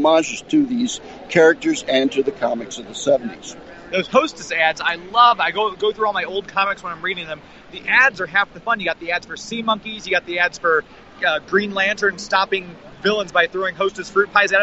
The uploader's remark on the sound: LIVE from Planet Comicon 2019!